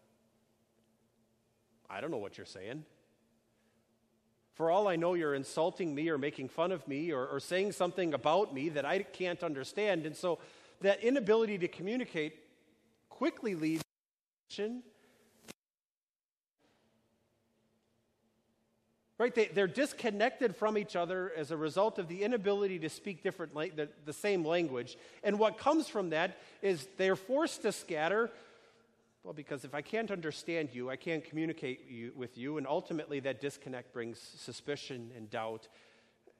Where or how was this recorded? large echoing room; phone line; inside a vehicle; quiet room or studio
large echoing room